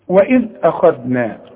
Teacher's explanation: وإذ الكلمة مرققة، وطلع لسانك في الذال